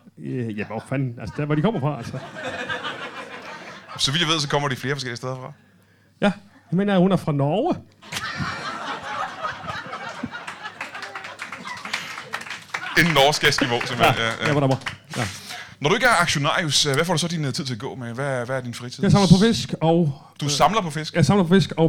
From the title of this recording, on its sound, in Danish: LIVE fra Hanstholm Madbar